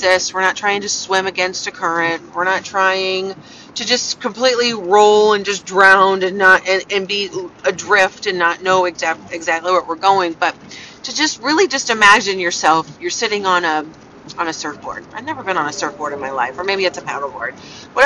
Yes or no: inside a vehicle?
yes